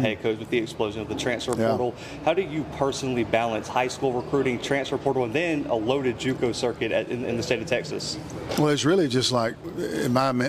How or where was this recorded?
busy venue